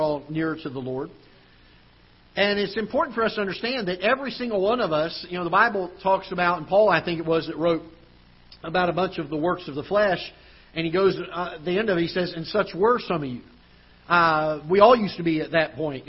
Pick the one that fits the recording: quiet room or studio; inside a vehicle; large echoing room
large echoing room